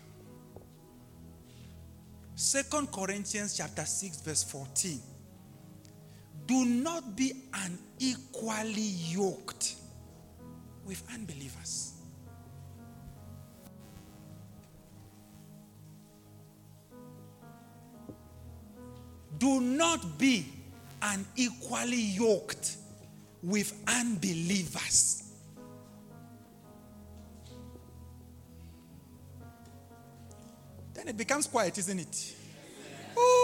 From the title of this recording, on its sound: LIVE AT ABC ROBEGA